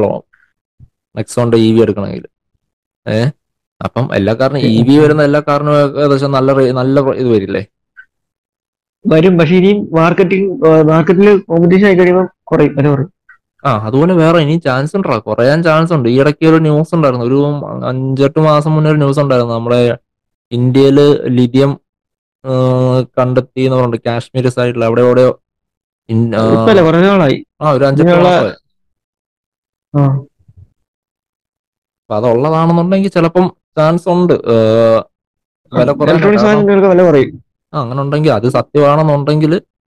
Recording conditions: video call